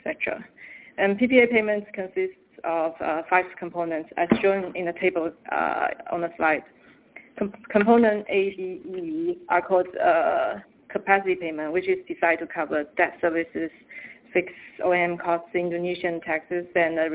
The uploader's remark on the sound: Teleconference Replay. By Fitch Ratings.